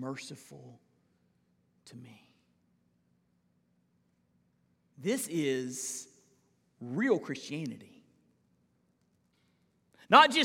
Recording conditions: large echoing room